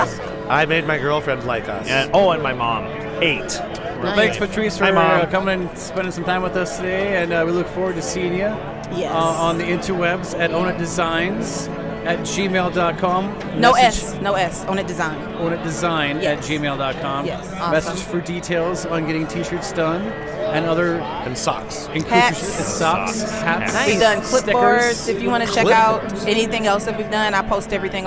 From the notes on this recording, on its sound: Bacon & Beer Fest. A fan that just happened to be walking by at the moment!